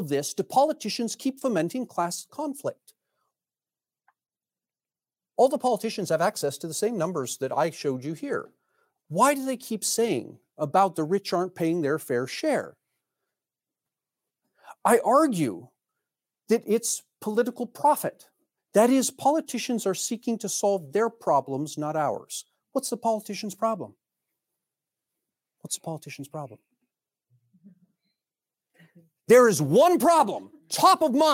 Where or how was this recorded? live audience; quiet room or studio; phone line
live audience